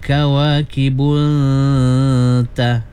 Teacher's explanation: nun mati bertemu dengan ta, ikhfa ya, kasih samar-samar bunyinya, ikhfa ya. Dua harakat.